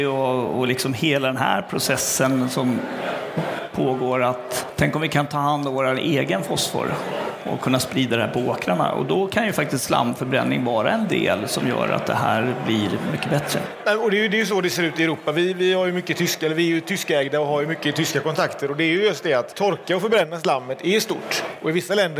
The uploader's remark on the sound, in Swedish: LIVE direkt från Innovationsscenen på VA-mässan den 29 mars. Första liveframträdandet.